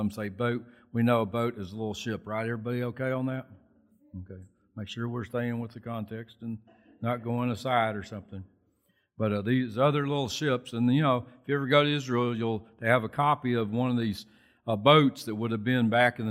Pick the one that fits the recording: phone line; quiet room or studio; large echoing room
large echoing room